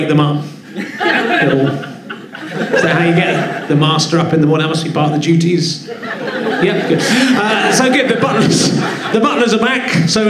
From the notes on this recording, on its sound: Leicester Square Theatre Podcast - Stand-Up Bonus 2013. Audience warm up set from Monday night. As he goes on stage, he is slightly nervous. He's looking for alternative guests in the crowd.